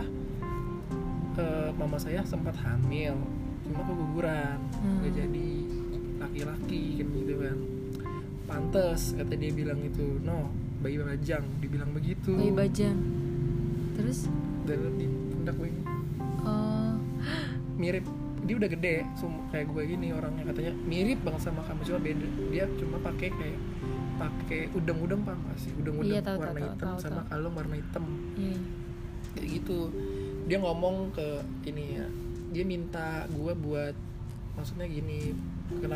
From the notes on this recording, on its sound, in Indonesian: Minta maaf kalo soundnya sedikit keganggu sama suara kendaraan ya vibes.